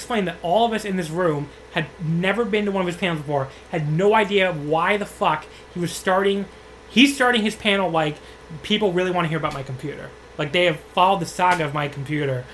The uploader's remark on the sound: They start by apologizing for the fan in the background, which is quite loud, but it felt like 100 degrees in New York City when they recorded this and they didn't wanna die of heatstroke.